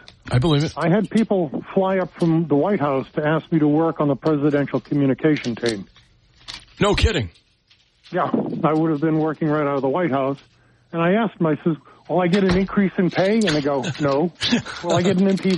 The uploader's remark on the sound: take calls from the audience